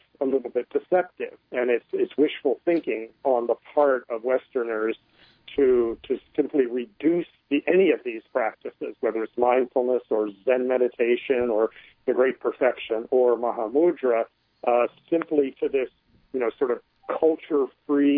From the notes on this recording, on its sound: speak by telephone